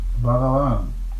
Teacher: The accent is on the first and last syllables. The second slurred over.